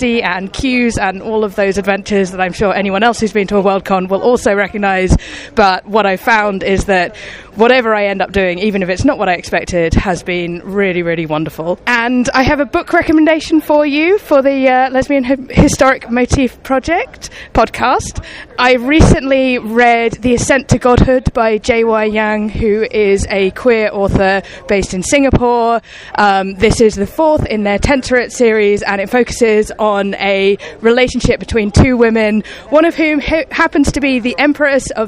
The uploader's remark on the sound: A collection of micro-interviews recorded live at Worldcon in Dublin, Ireland.